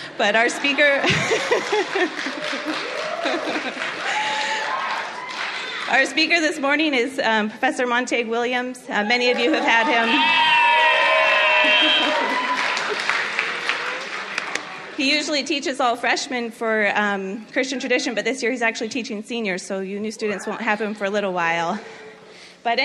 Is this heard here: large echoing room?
yes